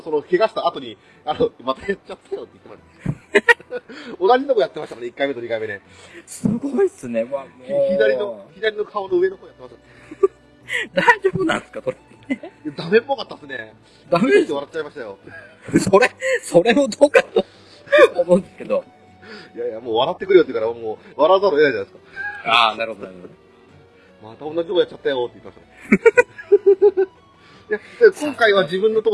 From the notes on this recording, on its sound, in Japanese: 諸都合で外での収録だったため、車の通る音なども聞こえますがご容赦ください。